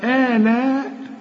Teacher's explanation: آلاء بمد الهمزه الاولى حركتين، انما المد بتاعت آلاء ده مد واجب، لازم تمد أربع حركات.